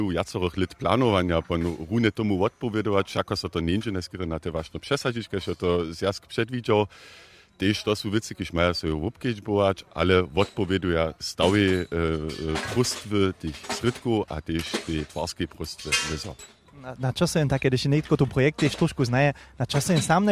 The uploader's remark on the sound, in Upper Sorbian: Smy dźensa live w Ralbicach pobyli, hdźež so nowa pěstowarnja twari!